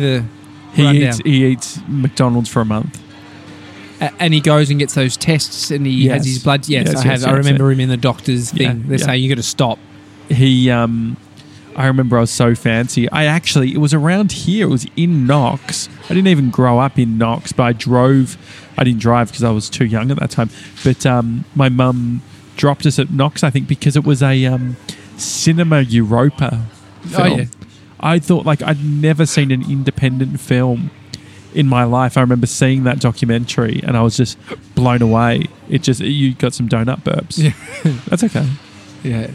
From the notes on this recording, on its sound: we're live from Donut King in Rowville!